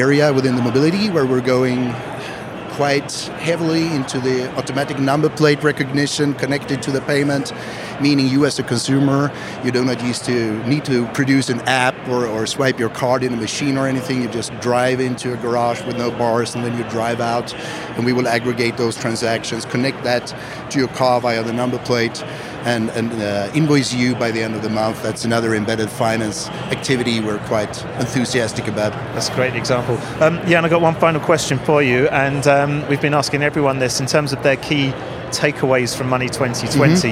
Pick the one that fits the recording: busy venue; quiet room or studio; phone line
busy venue